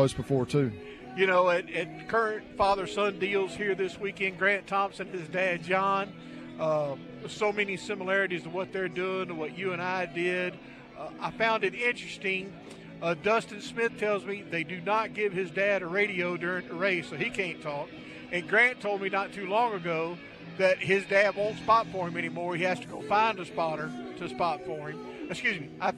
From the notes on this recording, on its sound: LIVE from Pensacola 5 Flags Speedway 56th Annual Snowball Derby Green Flag Party